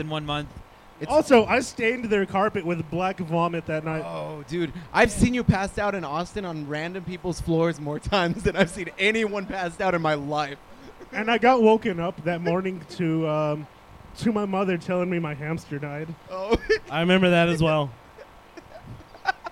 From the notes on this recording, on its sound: In this Live episode from 10 Sports Bar.